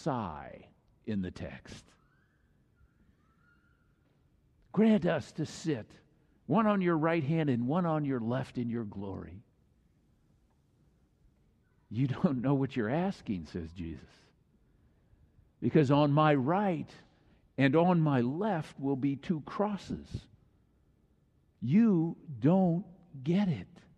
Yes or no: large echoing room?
yes